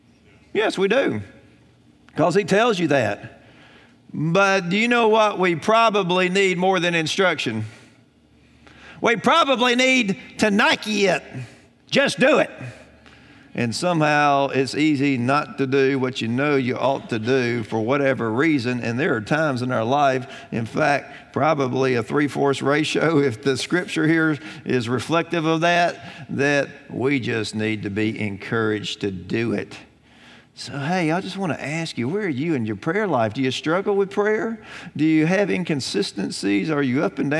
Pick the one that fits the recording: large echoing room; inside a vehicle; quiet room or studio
large echoing room